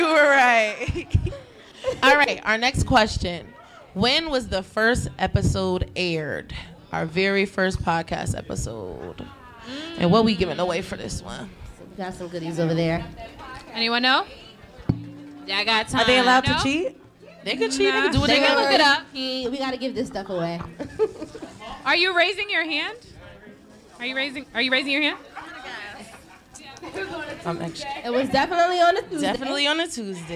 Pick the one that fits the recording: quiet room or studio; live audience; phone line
live audience